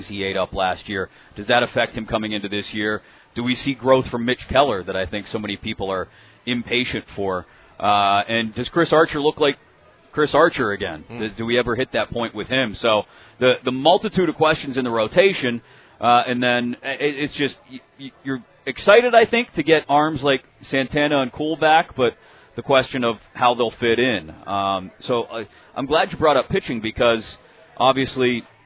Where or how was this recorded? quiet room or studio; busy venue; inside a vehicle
busy venue